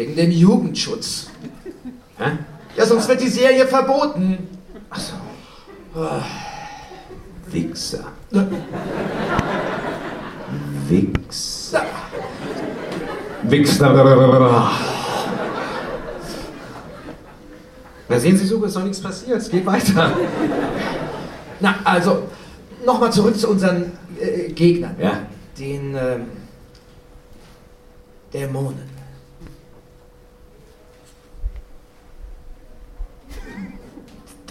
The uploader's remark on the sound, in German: Live-Hörspiel bei der Hörspiel-Arena 2012 in Köln